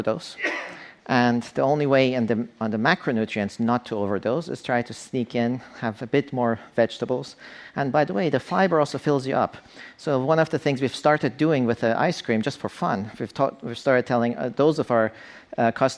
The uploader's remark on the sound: On stage at #BoFVOICES.